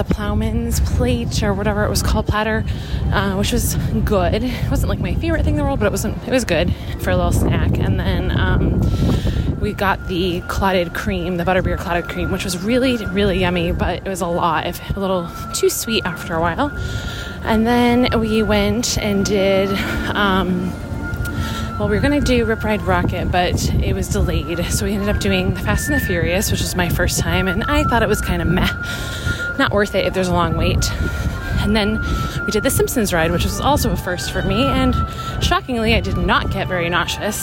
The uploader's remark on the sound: Live From The Parks: Universal Orlando. Live from the parks at the Universal Orlando Resort.